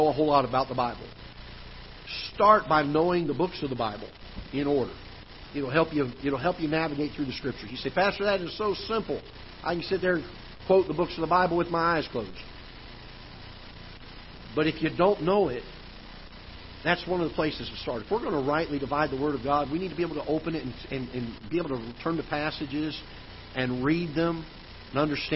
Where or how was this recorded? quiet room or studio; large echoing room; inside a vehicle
large echoing room